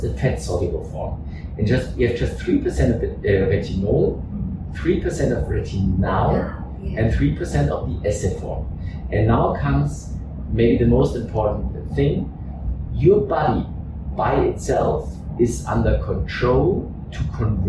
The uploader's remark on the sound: This episode was recorded in the IIAA headquarters and the sound quality may be a little compromised.